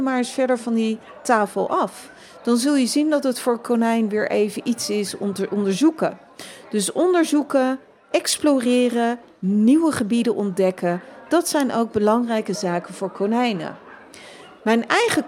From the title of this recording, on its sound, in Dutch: Live vanaf Animal Event